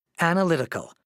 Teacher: 5 syllables, main stress on the 3rd syllable.